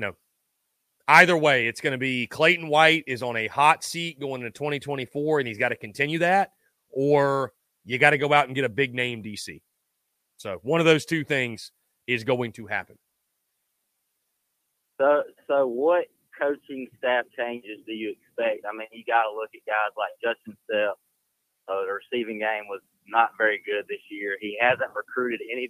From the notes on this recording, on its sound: Postgame Call-In Show